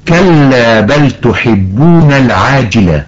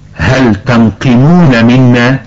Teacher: فاللام في بل وهل نطقت واضحة وظاهرة · Term: الإظهار